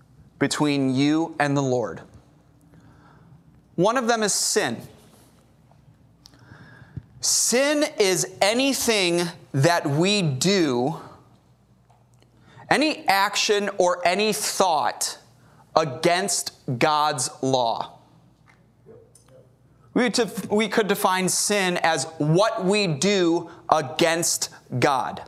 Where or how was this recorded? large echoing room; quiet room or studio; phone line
large echoing room